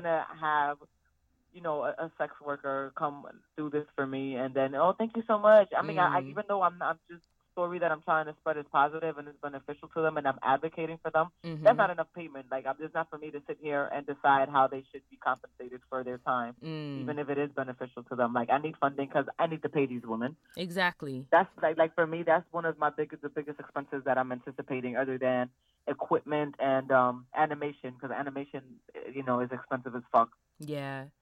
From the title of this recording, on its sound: The Phone Call